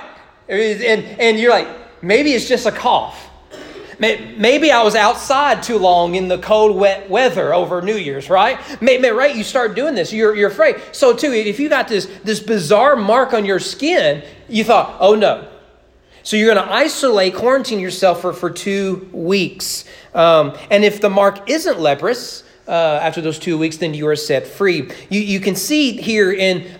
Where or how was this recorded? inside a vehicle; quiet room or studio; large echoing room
large echoing room